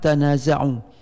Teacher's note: Di sini ada perbedaan lafaz, kita lihat pada kalimah tanaza'u, yaitu membacanya dengan ta bertasydid